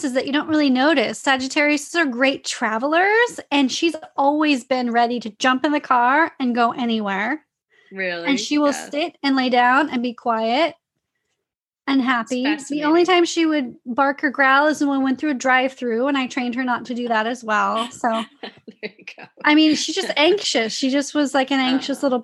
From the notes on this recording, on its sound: we worked together over Zoom for a few sessions